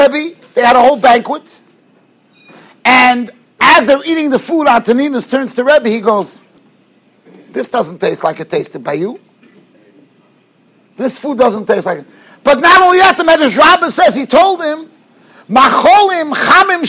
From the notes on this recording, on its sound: Shiur recorded in Yeshivas Ohr Reuven, Monsey, NY.